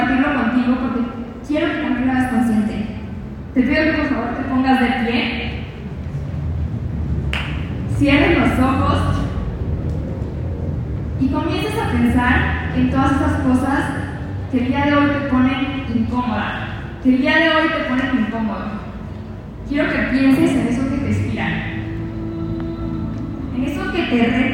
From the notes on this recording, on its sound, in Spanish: En este episodio te comparto la grabación de mi conferencia.